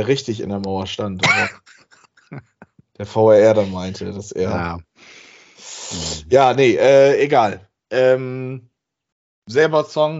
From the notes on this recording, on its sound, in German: Aufgezeichnet am 29.04.2022 via Skype